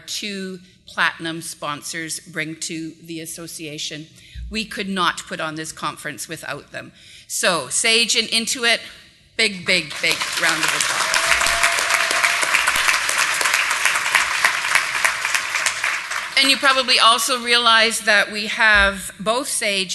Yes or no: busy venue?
yes